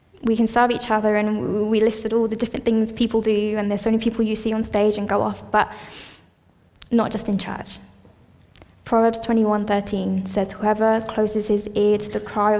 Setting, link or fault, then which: setting, large echoing room